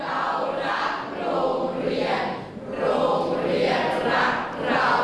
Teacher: เราจะรัวลิ้นกันนักเรียนครับมีการสัมผัสเพดานแล้วก็เกิดการสั่นขึ้นออกเป็นเสียงเร